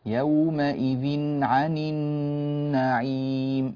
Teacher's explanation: التنوين بعده حرف العين، والعين من حروف الإظهار الحلقي. يومئذ عن النعيم، يومئذ إذن بين النون جيدا.